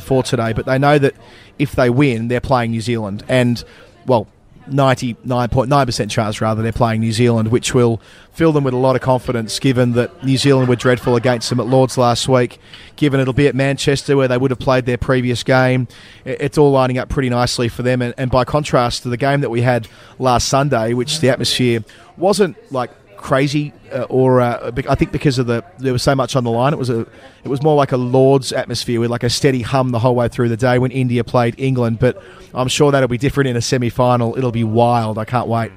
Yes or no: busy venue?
yes